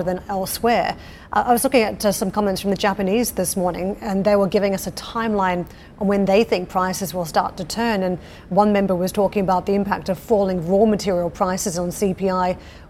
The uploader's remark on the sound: we are live in North Greenwich, London at the Ukraine Recovery Conference